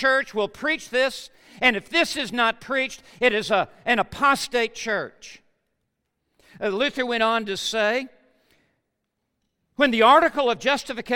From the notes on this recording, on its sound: Truth & Life Conference 2017 at The Master's University Session 4.